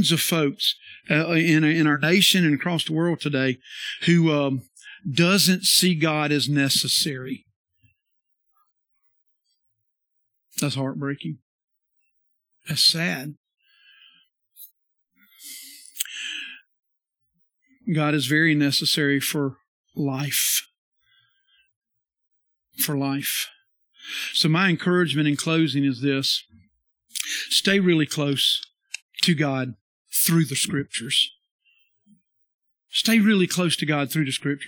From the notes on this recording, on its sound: This sermon is from our Sunday worship service